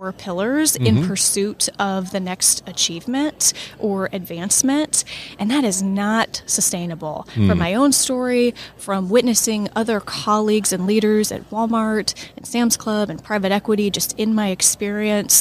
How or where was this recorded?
busy venue